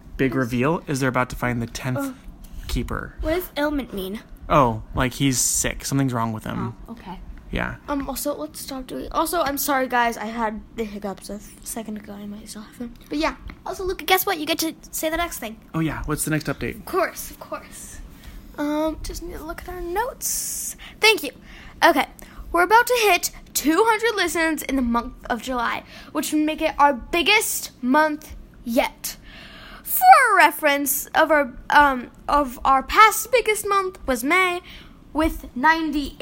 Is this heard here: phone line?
no